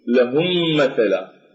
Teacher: تدغم الميم الساكنة بغنة كاملة إذا جاءت بعدها ميم مثلها، ويسمى إدغام متماثلين أو إدغام المتماثلين، وتكونان في كلمتين مثل قوله تعالى لهم مثلا.